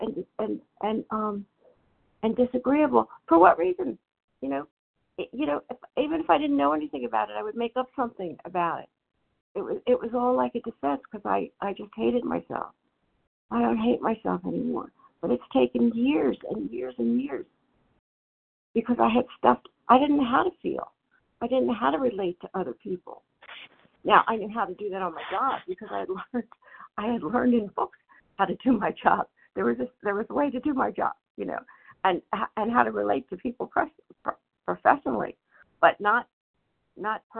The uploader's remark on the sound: 100 Pounders Phone Meeting